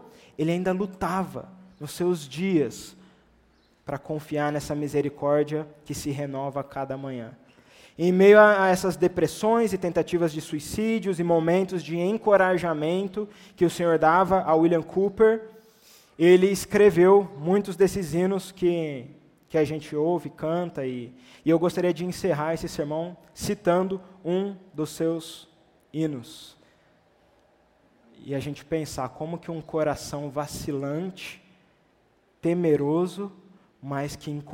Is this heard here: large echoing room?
yes